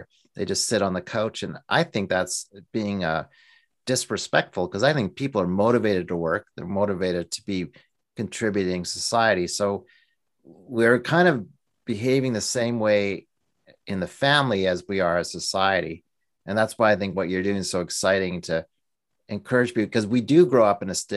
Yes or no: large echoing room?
no